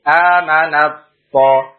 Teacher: Contohnya di dalam Al-Quran, amanat to, amanat, tidak kita baca amanat to ifatun, tidak, tetapi taknya masuk ke dalam to, kita idghamkan amanat to, taknya tidak terbaca lagi amanat to, ini disebut mutajanisain karena tak sama to satu makhraj sifatnya berbeda dan taknya sukun to-nya berharokat, maka kita sebut idgham mutajanisain saghir.